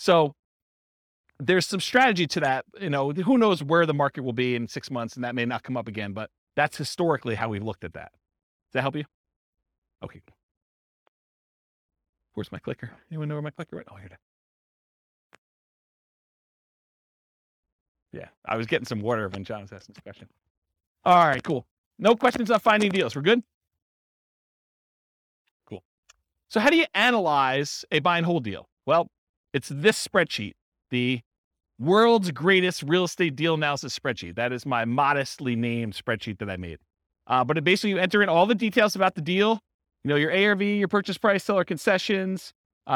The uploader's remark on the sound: This was a live class recorded.